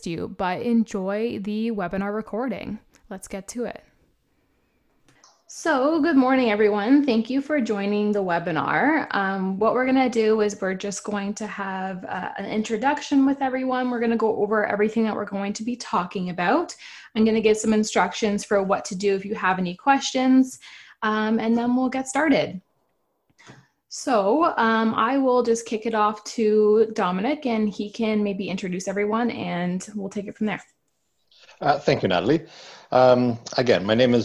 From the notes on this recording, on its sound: We share a live webinar we hosted.